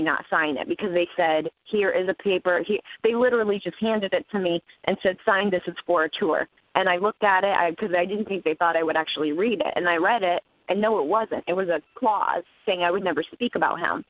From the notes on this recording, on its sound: got her on the phone